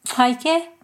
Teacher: With the lateral click type, you have the word kaike, meaning milk.